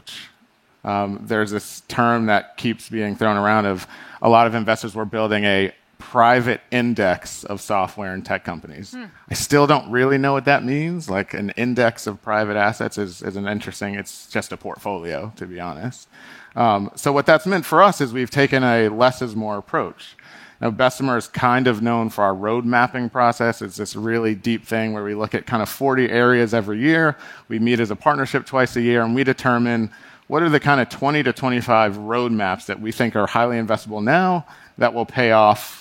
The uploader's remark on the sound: Recorded March 1, 2022 at the Upfront Summit.